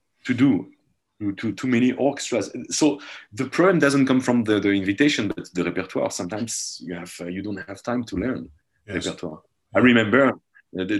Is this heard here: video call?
yes